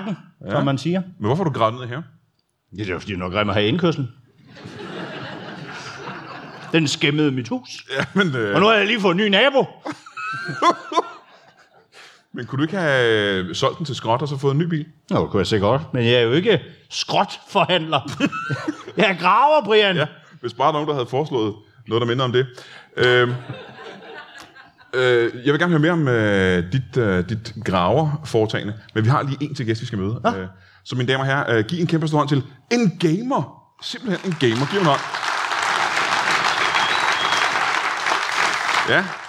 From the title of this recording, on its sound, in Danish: LIVE fra Skråen i Aalborg